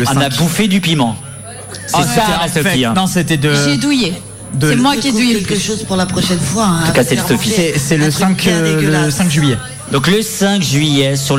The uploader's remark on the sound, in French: En direct du Festival Art rock